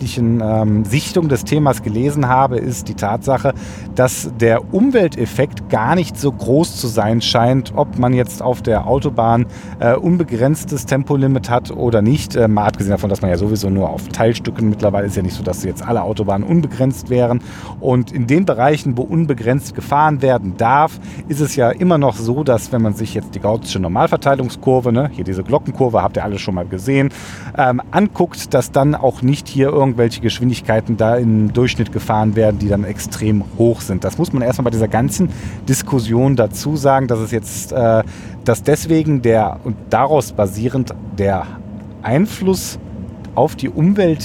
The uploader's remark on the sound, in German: Diesen Podcast habe ich BTW (Behind The Wheel) aufgenommen. Praktischer Weise war auf der Strecke die ich gefahren bin auch ein Stück Autobahn mit dabei.